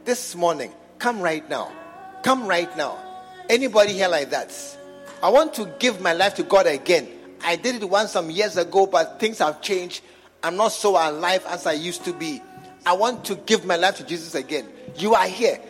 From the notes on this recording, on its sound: Preached at the True Vine Cathedral, Bantama.